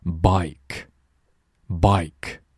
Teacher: Noise, noise.好了，上面一组是 I,这里一组是 OI。他们的起点不一样，但他们的终点都是一样的。具体让我们来看口型图，再听熊叔简单讲解一下。我们双元音肯定是两个音组成在一起叫双元音。那我们 bike 这 a 就从大口的这个地方开始 a 然后往 e 那里滑，我们的嘴是先变大然后再变小